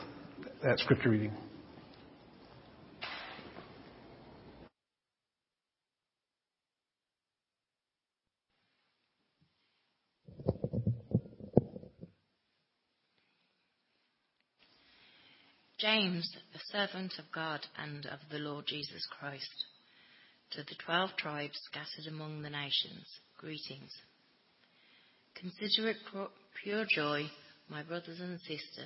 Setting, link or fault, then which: setting, large echoing room